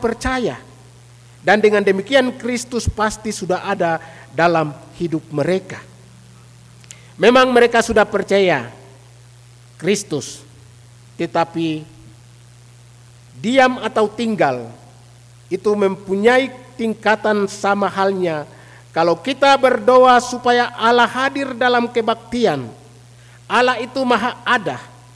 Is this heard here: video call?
no